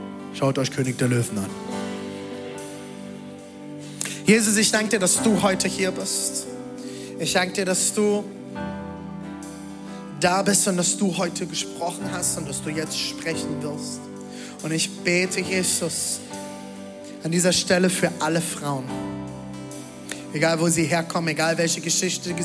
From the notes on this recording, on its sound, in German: Audiomitschnitt der Predigt